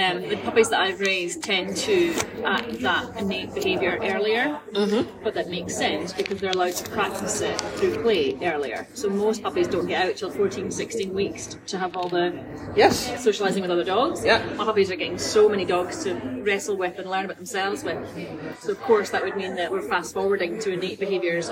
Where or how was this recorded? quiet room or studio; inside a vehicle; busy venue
busy venue